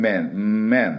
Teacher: N のは唇をくっつけません。面面っていう日本人的な音、面っていうと唇閉じてますから面 M の音に聞こえます。